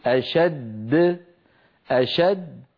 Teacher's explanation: تقلقلت الدال الثانية، أما الأولى فبقيت على حالها · Term: القلقلة